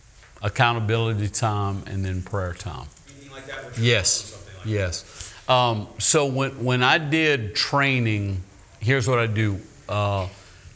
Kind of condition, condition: setting, live audience